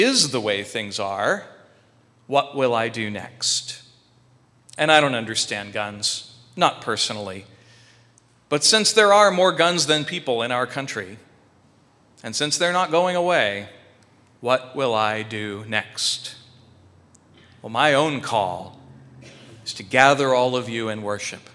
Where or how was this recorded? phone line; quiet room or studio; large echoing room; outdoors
large echoing room